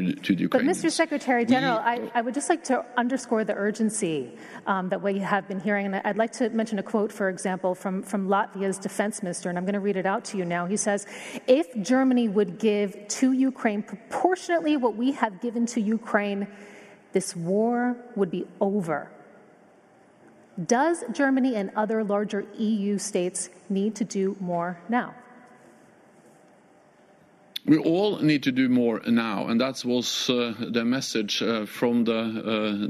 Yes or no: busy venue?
yes